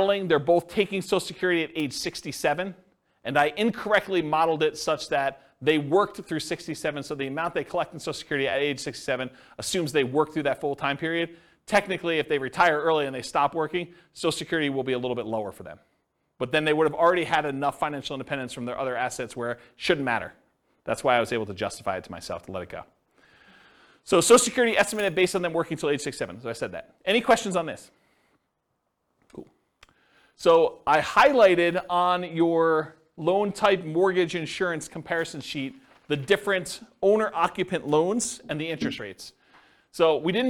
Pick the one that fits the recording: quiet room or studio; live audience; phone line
live audience